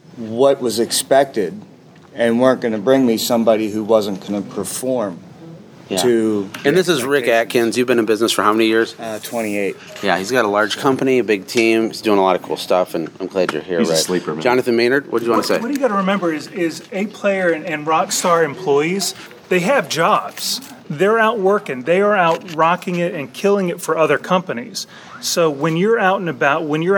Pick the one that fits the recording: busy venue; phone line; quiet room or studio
busy venue